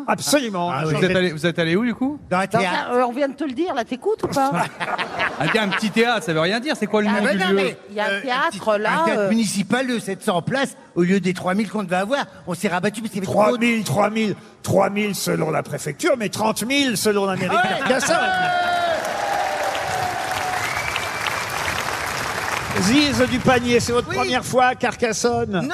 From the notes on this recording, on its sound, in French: PÉPITE - Les Grosses Têtes à Carcassonne pour la dernière de la saison. Les Grosses Têtes avaient rendez-vous au Festival de Carcassonne, dans le magnifique théâtre Jean-Deschamps de 3.000 places.